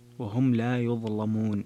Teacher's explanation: ويظلمون تغليظ اللام لورش وهم لا يظلمون